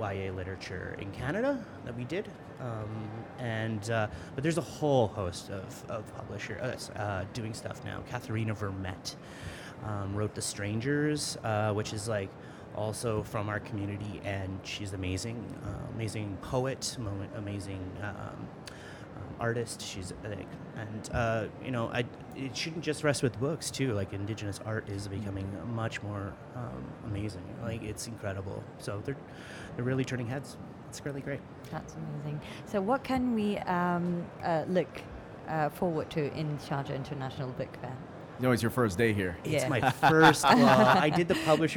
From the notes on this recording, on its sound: Live Interview from SIBF 2022